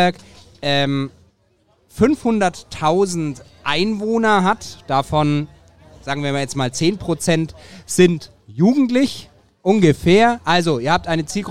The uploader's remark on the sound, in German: Der Mitschnitt des ersten LIVE-Podcast, der auf dem evangelischen Kirchentag in Nürnberg 2023 aufgezeichnet wurde.